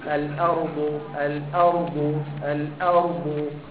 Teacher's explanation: الارض هنا الهمزه بتاع الارض مرقق